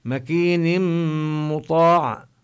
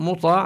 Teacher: مطاع بهذه الميم المشددة فقط عند الوصل، مكين مطاع، أما عند البدء مطاع من دون شدة